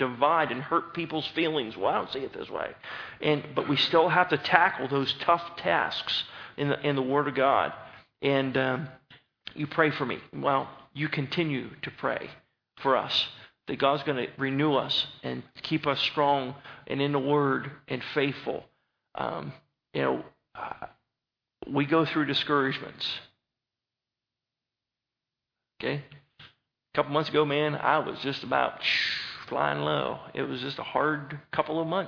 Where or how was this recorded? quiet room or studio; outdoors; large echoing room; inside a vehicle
large echoing room